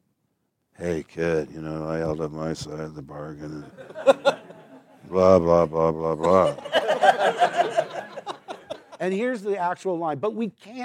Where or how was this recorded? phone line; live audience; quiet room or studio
live audience